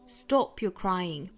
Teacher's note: 我们注意中间的这个 you 这个词需要做弱读哈，我们在读的时候呢不能够三个音节都重读。